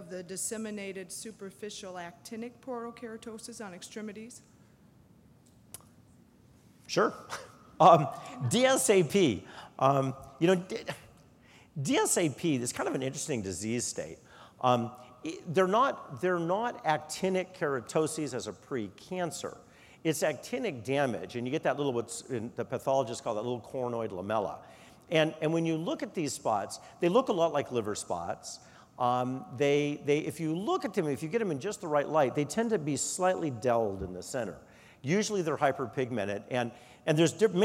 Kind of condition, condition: setting, large echoing room